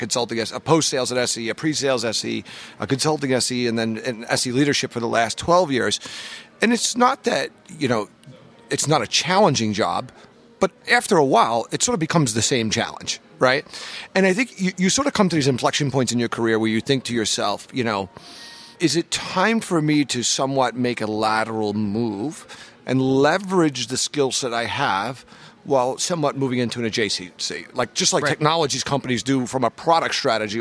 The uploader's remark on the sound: joined us live at VMworld 2016